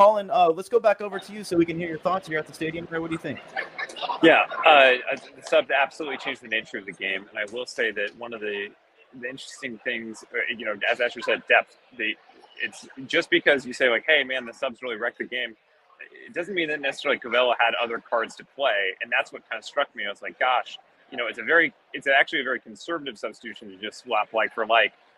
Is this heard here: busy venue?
yes